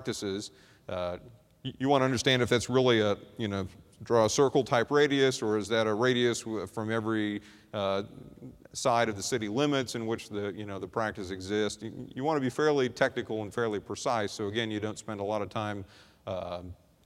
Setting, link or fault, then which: setting, large echoing room